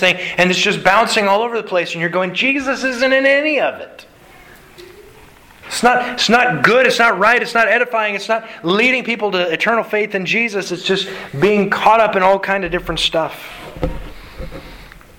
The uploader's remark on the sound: Sermon delivered to the Galena Bible Church Sunday September 5th, 2021.